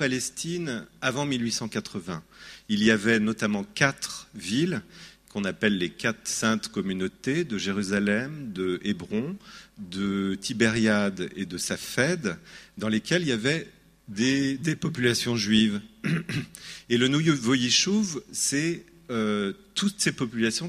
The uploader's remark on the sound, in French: Cette conférence a été donnée au Banquet de Printemps de Lagrasse en mai 2017.